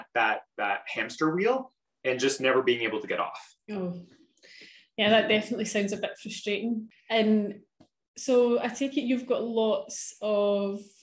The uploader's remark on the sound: LIVE Q&A: Clubhouse